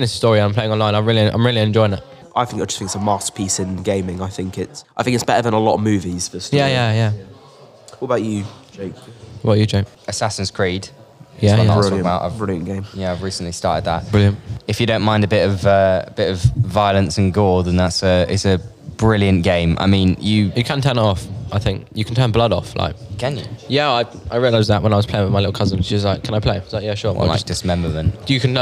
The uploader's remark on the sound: special episode recorded during SJLHS whole school open evening